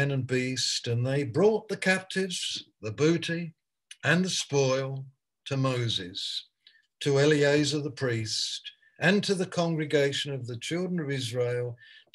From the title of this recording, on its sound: Malaysia Meets (Zoom)